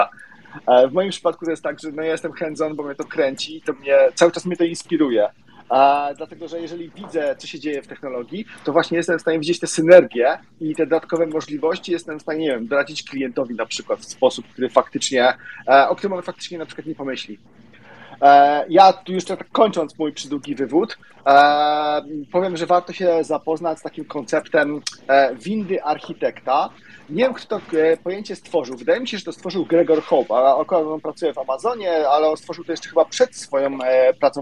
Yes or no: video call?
yes